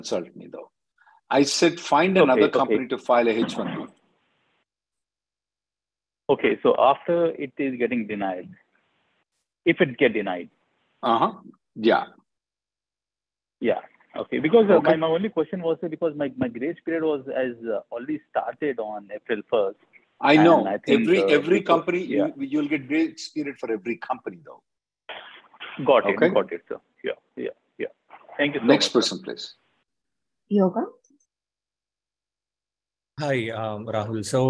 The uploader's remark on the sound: Conference Call May 24th 2023